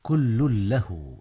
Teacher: إدغام تنوين كل في لام له، وهو إدغام بغير غنة. نعم، إذ هي من حروف يرملون.